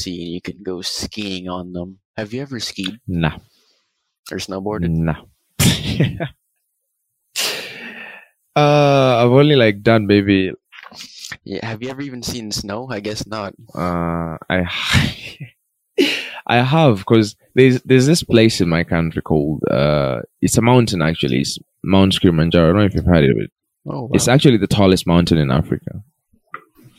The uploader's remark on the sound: there is a little bit of a sound distortion, We are sorry if you find it disturbing